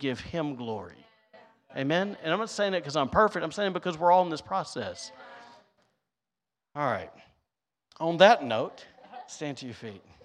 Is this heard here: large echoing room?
yes